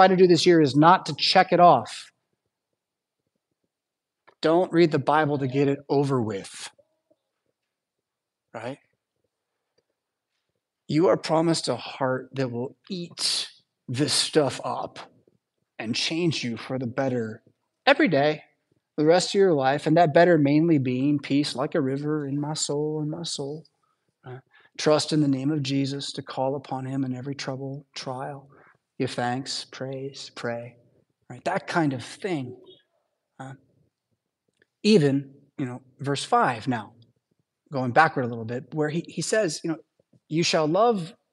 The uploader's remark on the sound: Preached at St Paul Lutheran Church , Rockford, Illinois on Sunday October 15th, 2023.